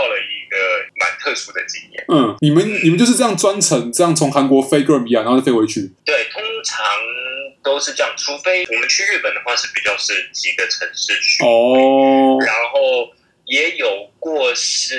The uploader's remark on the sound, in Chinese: 本集白噪音指數：0/5。音質不一定清澈。